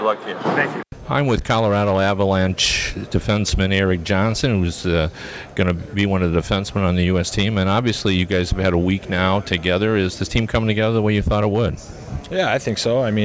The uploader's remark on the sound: records from the World Cup of Hockey in Toronto